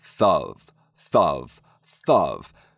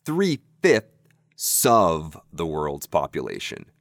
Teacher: of starts with a vowel, and we always love to link vowels with consonants, like th or S, for example.